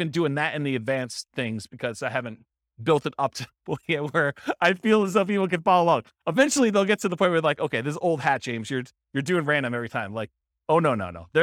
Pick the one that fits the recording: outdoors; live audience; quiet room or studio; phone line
live audience